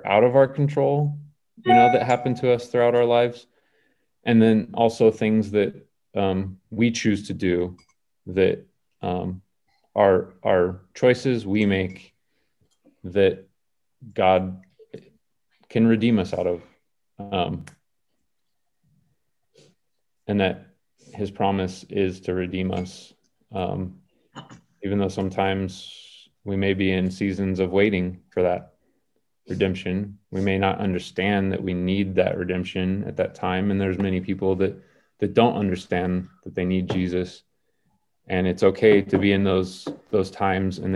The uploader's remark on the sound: Zoom Recording